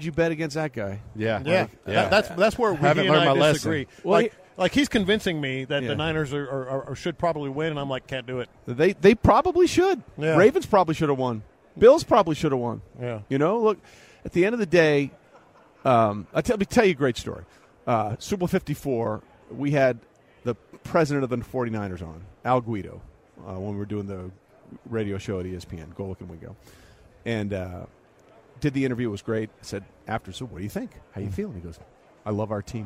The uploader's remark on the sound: LIVE at Radio Row.